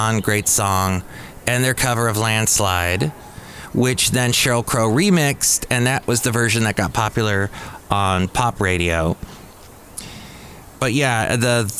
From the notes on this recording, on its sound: Podcasts live from Café Anyway.